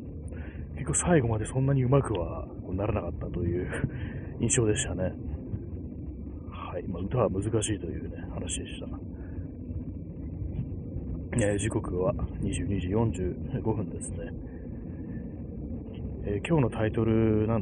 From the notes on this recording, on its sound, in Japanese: 歩きながら